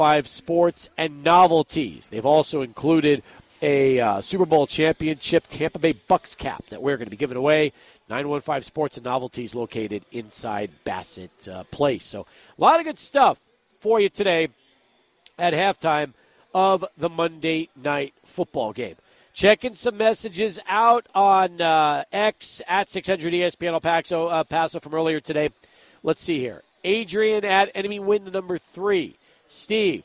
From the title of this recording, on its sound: Live at Border City Alehouse for Monday Night Football